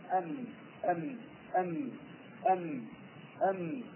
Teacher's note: بتلاحظ ان فيه رنين بسيط في اقصى الانف رنين بسيط · Term: الغنة